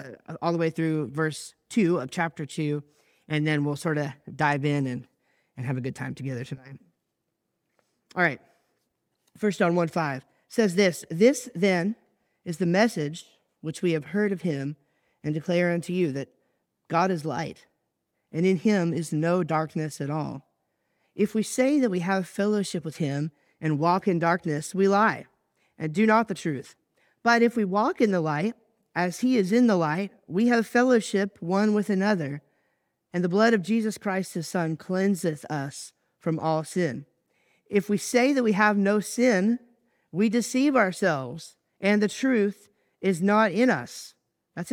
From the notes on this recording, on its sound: I recently preached at church